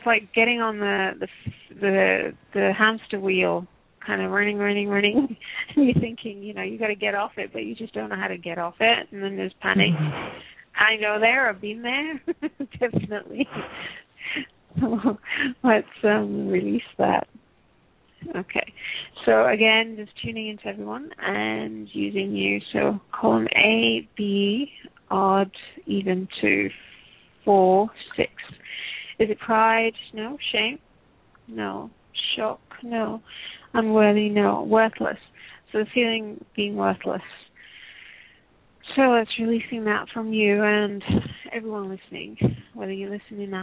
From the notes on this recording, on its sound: Takes your calls for healing live today!